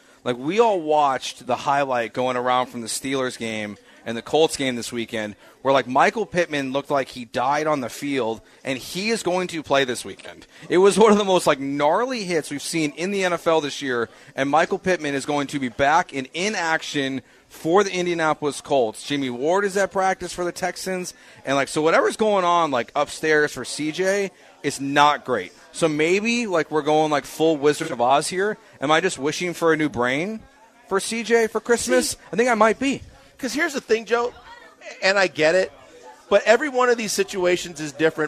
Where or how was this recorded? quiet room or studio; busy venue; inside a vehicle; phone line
busy venue